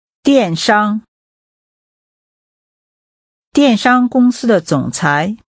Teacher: The tones are falling and high level. Say e-commerce.